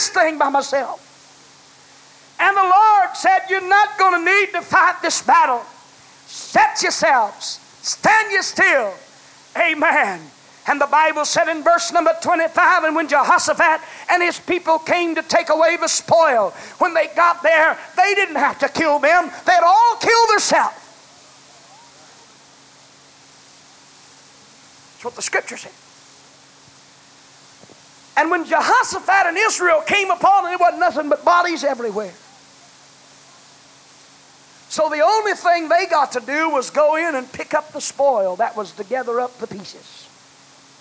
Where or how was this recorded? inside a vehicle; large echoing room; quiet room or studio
large echoing room